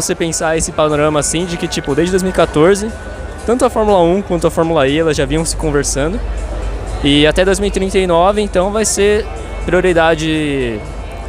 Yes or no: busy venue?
yes